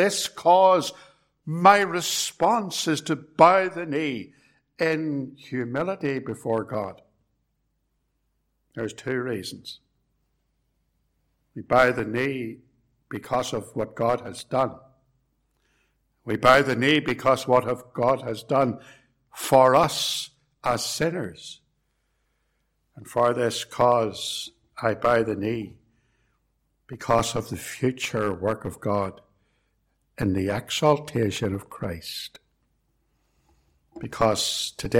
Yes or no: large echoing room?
yes